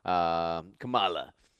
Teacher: He emphasizes the second syllable instead of the first syllable.